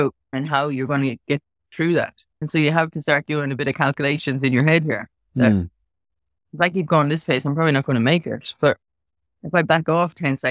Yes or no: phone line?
no